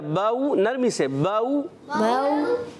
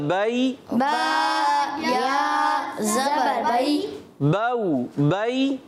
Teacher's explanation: वाव साकिन से पहले पेशा ज़बर आ जाए, वाव साकिन से पहले ज़बर आए वाव लीन, या साकिन से पहले ज़बर आ जाए या लीन, इन दोनों को बग़ैर खींचे बग़ैर झटका दिए नरमी से मारूफ पढ़ते हैं, इनको कहते हैं हुरूफ़े लीन।